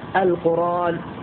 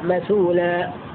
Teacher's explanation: فتنقل حركة الهمزة إلى الساكن قبلها ويحذف الهمز · Term: النقل